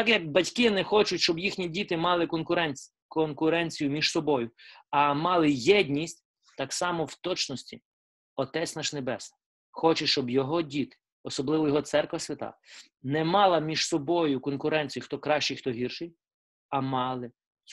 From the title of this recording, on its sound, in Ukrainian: Zoom зустріч